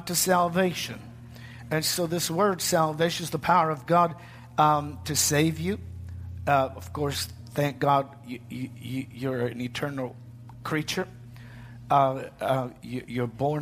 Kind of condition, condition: setting, large echoing room